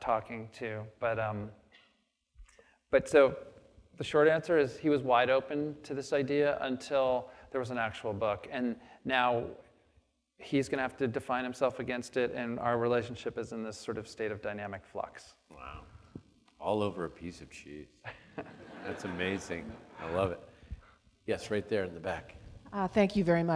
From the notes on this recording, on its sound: on the stage of the Traverse City Opera House